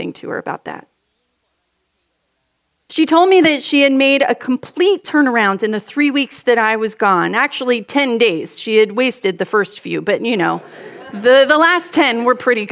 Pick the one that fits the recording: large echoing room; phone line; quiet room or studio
large echoing room